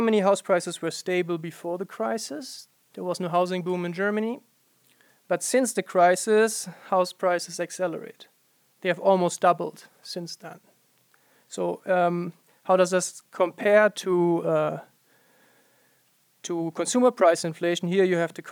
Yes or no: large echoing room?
yes